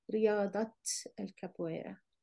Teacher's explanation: since you have a ta marbuta here followed by a noun, you have to pronounce this as a ta. So it's riyada, but if you add al capoeira, then you have to say riyadat al capoeira.